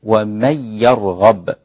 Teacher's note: أدغمت النون في الياء وبلا غنة